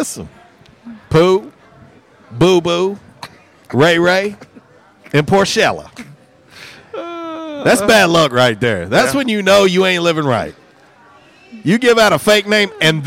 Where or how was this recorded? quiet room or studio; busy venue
busy venue